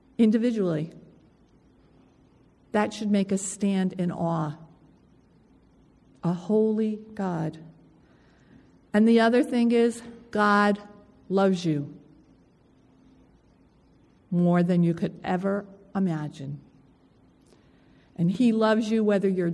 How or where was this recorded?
large echoing room